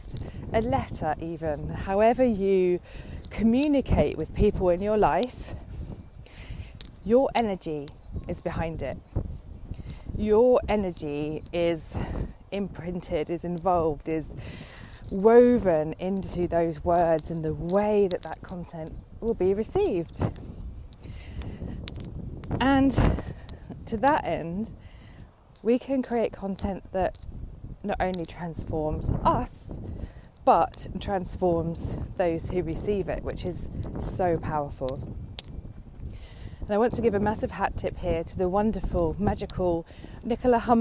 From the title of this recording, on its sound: on a windy walk